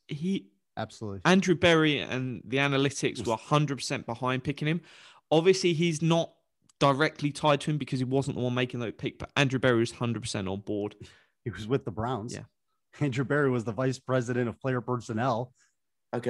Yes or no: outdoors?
no